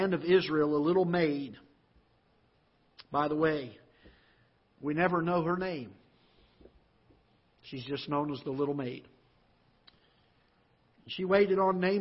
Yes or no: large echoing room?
yes